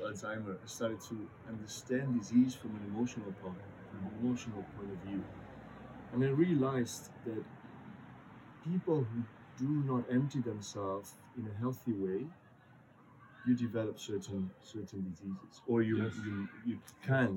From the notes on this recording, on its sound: There is some background noise. Was a noisy day in the park, and we're still becoming wiser with our audio setup.